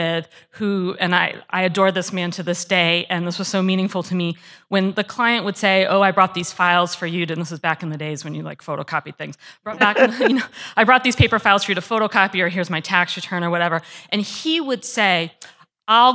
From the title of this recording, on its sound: Live at FPA Retreat